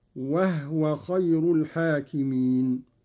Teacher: قوله تعالى: وهو خير الحاكمين، قرأ قالون بإسكان الهاء تخفيفا